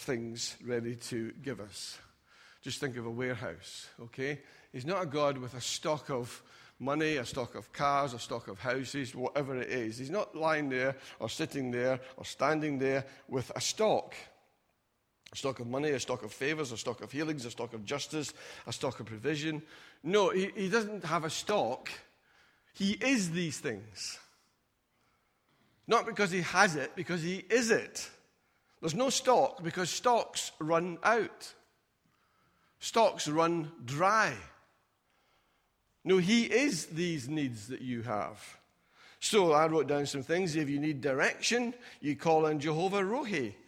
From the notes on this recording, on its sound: Recorded at freedomcentre church, Preston on Sunday 2nd February 2020